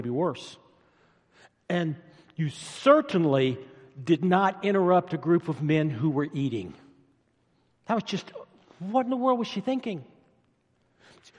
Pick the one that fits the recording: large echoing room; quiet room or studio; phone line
large echoing room